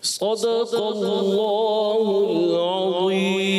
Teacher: صاد کو پر کریں گے اور عظیم کو ضا پر کریں گے